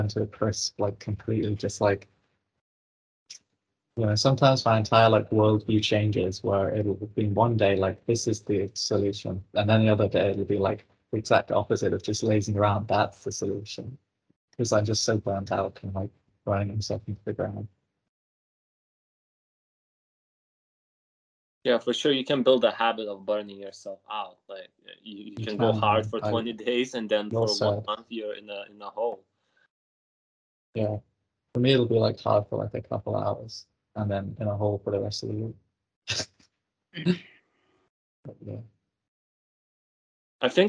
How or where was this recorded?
video call